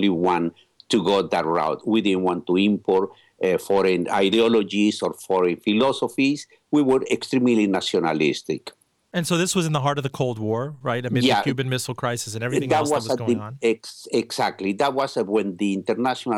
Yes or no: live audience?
no